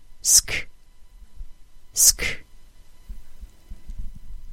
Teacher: So when I transition from an S sound into another sound, in this case a K sound, the S sound continues until the K sound interrupts it · Term: SK cluster